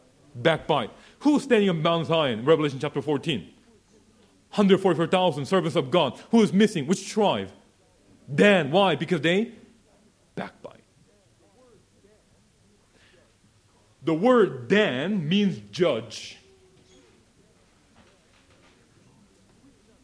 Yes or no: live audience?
yes